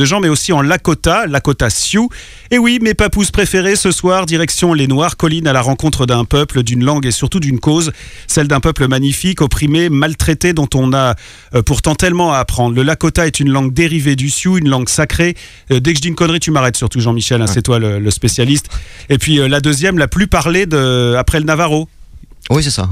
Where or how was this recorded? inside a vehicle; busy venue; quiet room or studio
busy venue